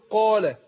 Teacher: هنا الألف قبلها حرف مفخم، يبقى فخمت الألف